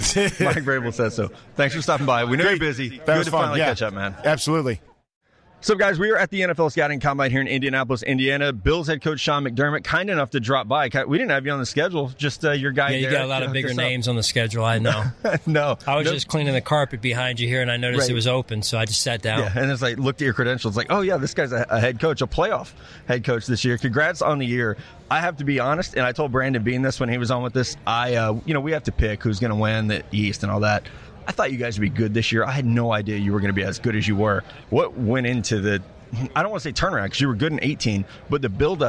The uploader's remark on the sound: Live from NFL Combine